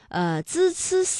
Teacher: 这舌尖是平伸的，是抵住上齿背或者是下齿背，控制舌尖不要抬起